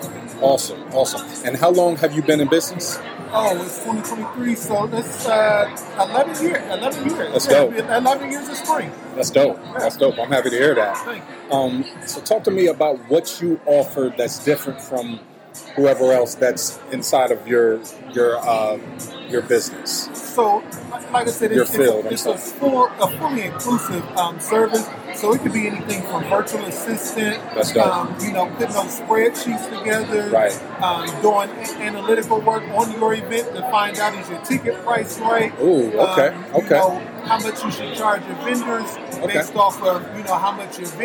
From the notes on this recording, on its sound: Is live from the 2023 Columbus Bridal Soiree presented by Camela Lynn Weddings & Events interviewing vendors.